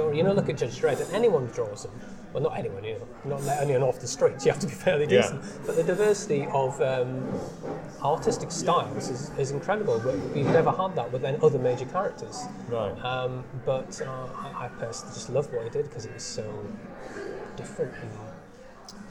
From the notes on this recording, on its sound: I took my mini recorder to a slightly noisy coffee shop in Cambridge